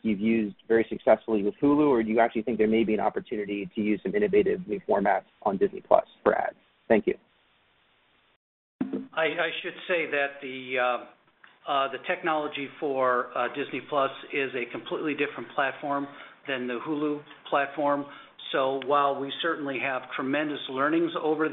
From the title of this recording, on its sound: Earnings Conference Call